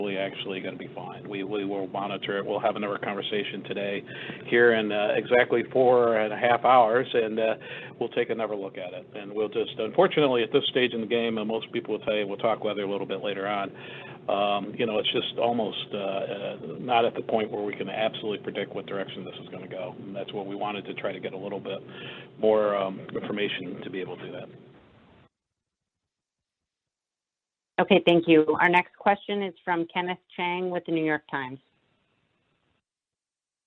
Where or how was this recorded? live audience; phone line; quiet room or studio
phone line